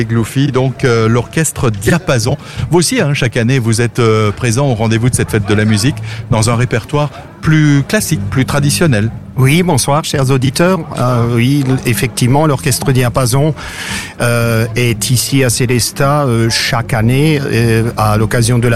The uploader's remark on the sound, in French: Dans le cadre de la fête de la musique, ce mercredi 21 juin 2023, AZUR FM a délocalisé ses studios. En direct depuis la place d'armes (scène brasserie le fox) dans le cadre de la fête de la musique. Duplex depuis la scène du forum à Haguenau.